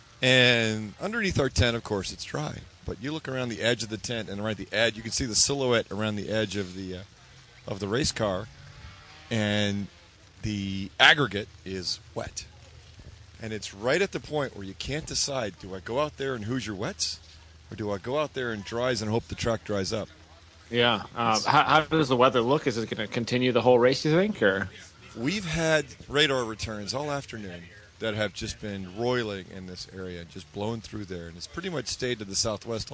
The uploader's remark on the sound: Live from SCCA Runoffs at Daytona